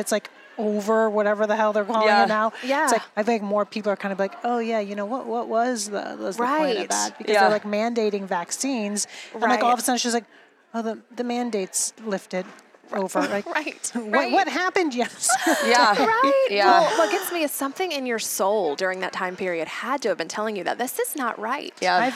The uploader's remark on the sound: live from YWLS